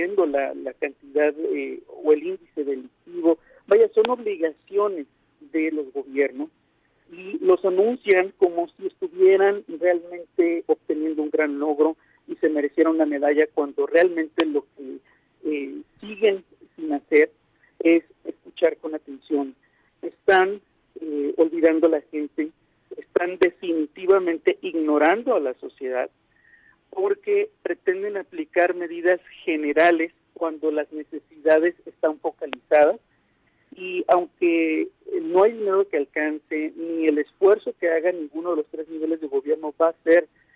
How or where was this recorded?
phone line